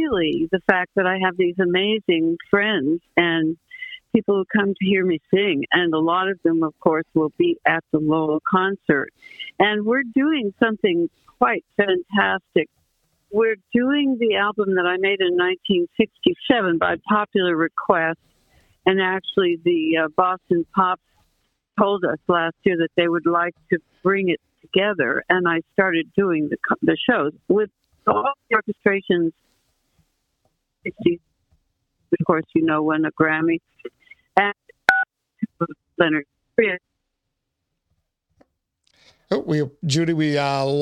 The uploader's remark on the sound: phone interview